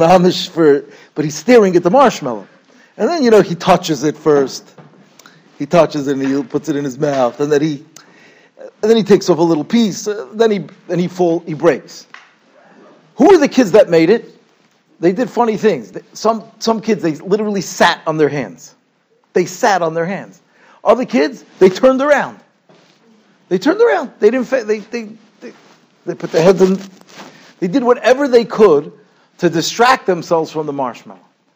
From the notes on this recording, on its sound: Shiur recorded in Yeshivas Ohr Reuven, Monsey, NY.